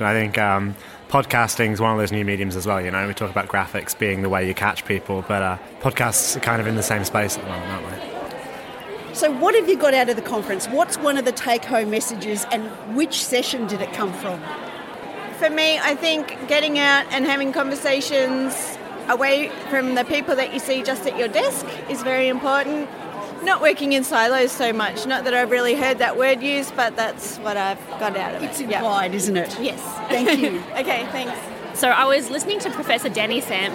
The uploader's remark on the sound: We gate-crashed the 2017 University of Melbourne professional Staff Conference